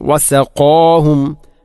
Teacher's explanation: ഖാഫിനെ ഉച്ചരിക്കുമ്പോൾ വസഖാ ഖാ അല്പം കനപ്പിച്ച് ഉച്ചരിക്കണം. വസഖാഹും, അല്ലാതെ വസഖാഹും അല്ലെങ്കിലോ വസഖാഹും എന്നോ അല്ല ഉച്ചരിക്കേണ്ടത്.